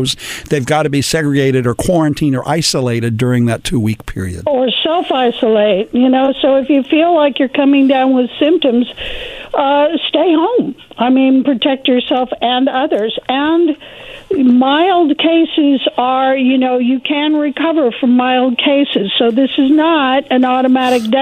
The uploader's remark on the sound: Telephone interview